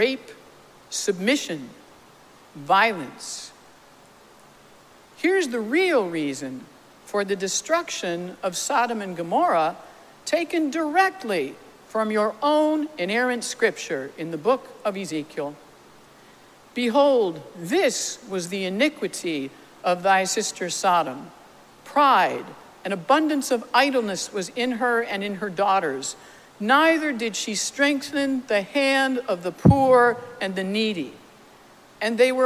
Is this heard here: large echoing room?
yes